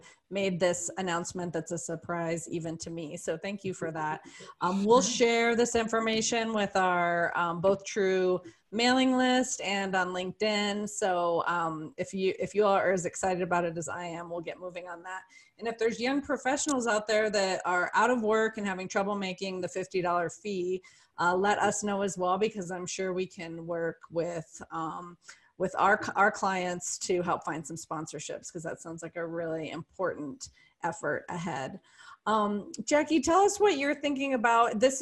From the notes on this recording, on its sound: This episode was originally recorded as a webinar